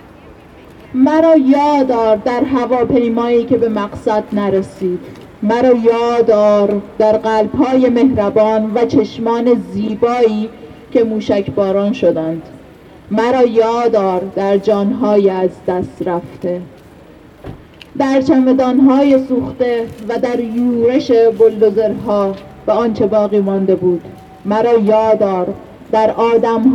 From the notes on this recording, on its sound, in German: Kundgebung in Wien. Unbearbeitete Aufnahme der Reden auf der Kundgebung. Rund 50 Personen erinnerten am 8.1.2024 bei der Wiener Staatsoper.